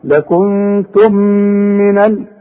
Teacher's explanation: برضو، لكنتم اهي الكلمة بتنتهي بمين، والكلمة الاخرى التي تليها بتبدأ بمين، يبقى بيحصل ادغام بغنة